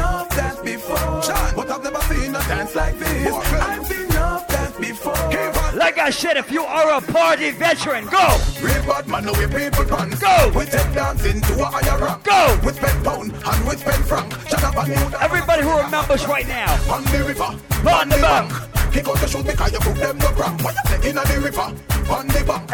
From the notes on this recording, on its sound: Live audio from Island Saturdays on June 23rd